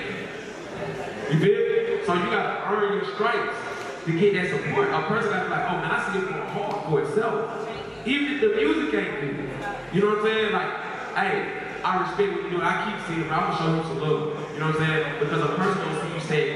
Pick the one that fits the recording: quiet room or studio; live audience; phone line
live audience